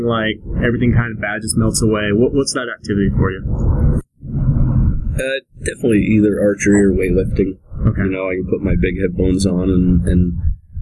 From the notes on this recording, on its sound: By the time we had set up the mics and done a quick sound check. Sat down in a city park in Layton, Utah.